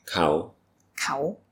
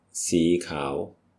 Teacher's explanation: So the first one had a short ao. This one is kao, a longer vowel.